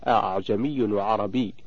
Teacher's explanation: تقرأ بالتسهيل أي بتسهيل الهمزة الثانية بينها وبين الألف وجها واحدا فقط لا يجوز له غيره.